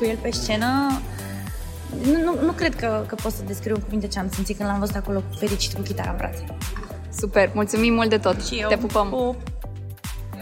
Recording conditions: busy venue